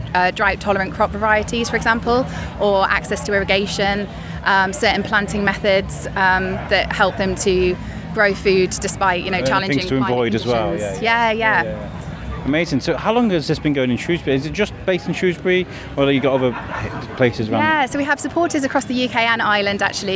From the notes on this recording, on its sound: Shrewsbury Food Festival. Walked the whole festival for 2 days gathering interviews.